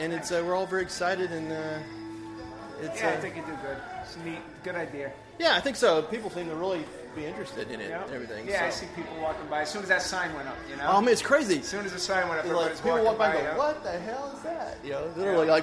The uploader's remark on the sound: The Italian Festival 2016 in front of the New Performance Space!